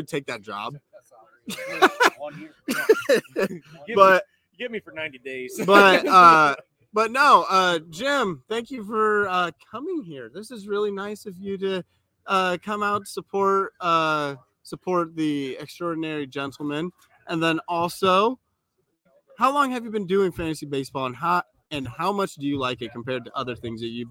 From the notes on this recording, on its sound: LIVE FROM RUDY'S!